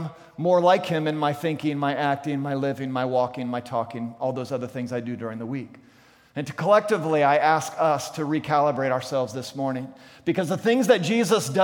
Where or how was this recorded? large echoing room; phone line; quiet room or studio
large echoing room